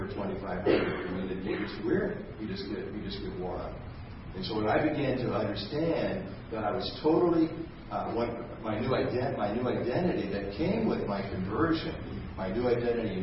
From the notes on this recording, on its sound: This testimony was given at a Christ is Life Conference at Vineyard Christian Fellowship, Bellfontaine, Ohio